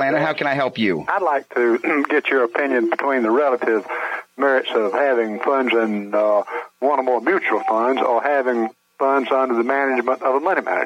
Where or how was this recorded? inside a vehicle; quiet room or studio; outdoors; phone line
phone line